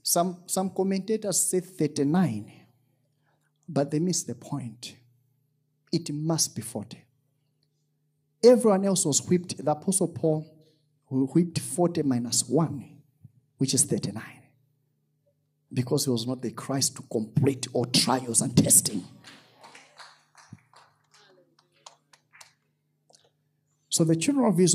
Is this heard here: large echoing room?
yes